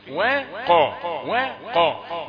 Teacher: يبقى الواو كالقاف في التفخيم